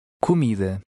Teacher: This is the customary sound when the A is at the end of a word. Note also the stress in the middle of the word, which is the general pattern in Portuguese.